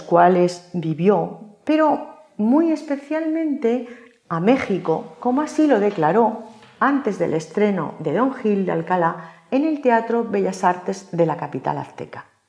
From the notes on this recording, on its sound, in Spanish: Hoy, dentro del Ciclo de Conferencias que el Teatro de la Zarzuela programa en colaboración con la Asociación Amigos de la Ópera de Madrid. La conferencia fue grabada en el Teatro de la Zarzuela en mayo de 2022.